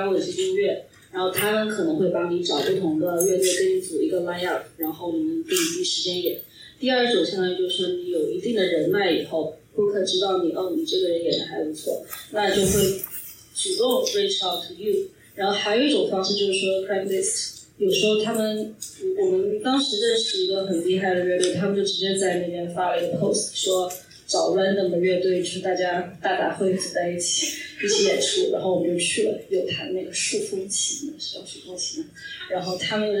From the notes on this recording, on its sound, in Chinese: 本次节目为线下活动现场录音，因此声音质量欠佳，请谅解。在演出活动较为丰富、音乐爱好者聚集的加州湾区。还有现场即兴表演。